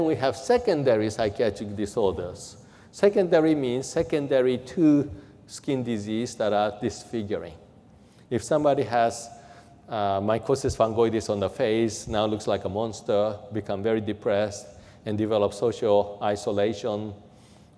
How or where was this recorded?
large echoing room